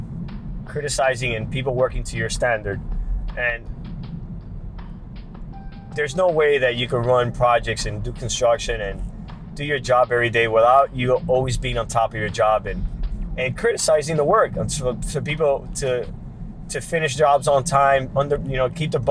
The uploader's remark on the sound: This week I’m back behind the wheel trying to put together my blog while I am driving around town for work. Basically I am "Blogging While Driving" once again.